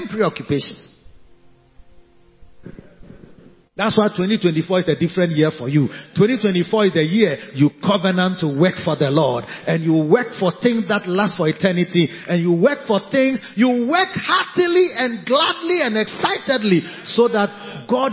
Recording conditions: large echoing room